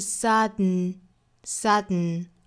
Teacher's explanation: 呛一下这个声音，它的发声条件呢，就是在单词里面，如果说辅音 t 或者是 d 后面遇到了前鼻音，嗯，这个时候就有可能会发成鼻腔爆破了。那具体的方法其实就是用鼻子去呛一下这个声音，而不是去发一个 d 或者是 t 的发音